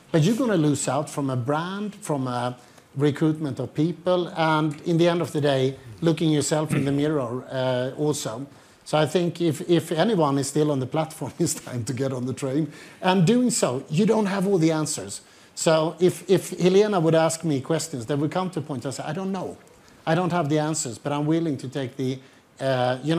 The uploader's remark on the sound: This panel held at the World Economic Forum 2023 Annual Meeting 18 January.